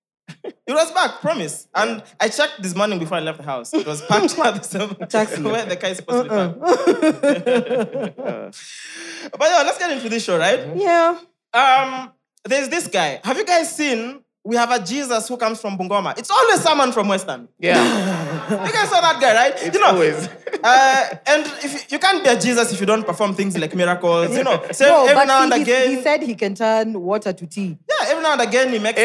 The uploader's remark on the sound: Live audience recording. Take on questions from the audience.